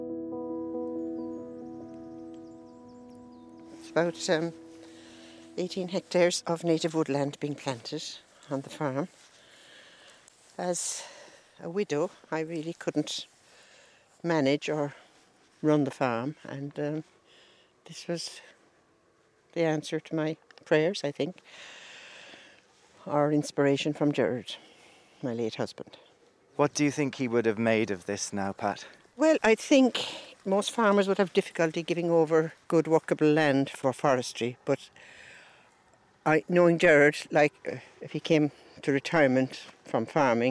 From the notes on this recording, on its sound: go birdwatching in a meadow on a hill outside Malahide